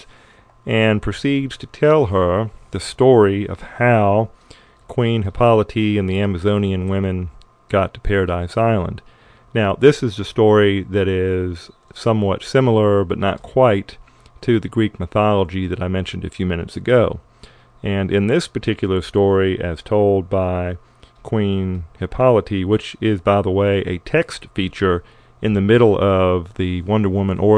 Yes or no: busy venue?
no